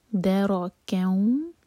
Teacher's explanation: ادغام غنہ کے ساتھ، دو سیکنڈس کا ٹائم دیں گے اور ناک میں آواز لے جائیں گے